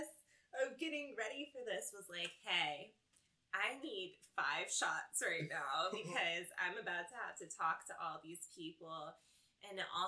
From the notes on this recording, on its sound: We apologize for the Audio quality, with moving to a new space we’re still trying to get it right.